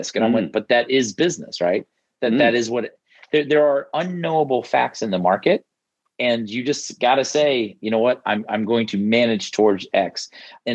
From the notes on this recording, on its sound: Welcome to Fintech Insider 'In conversation with", recorded live on Clubhouse.